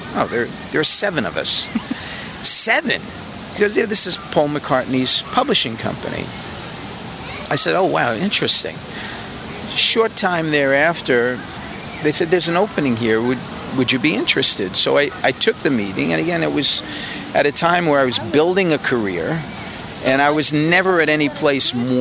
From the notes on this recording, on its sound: In New York City. We are taking a walk at Greenwich Village in Washington Square Park.